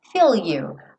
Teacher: tô com a língua lá no céu da boca pro L